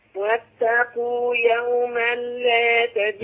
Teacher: عندنا هنا ادغام ايه التنوين في اللام، ادغام كامل بدون غنى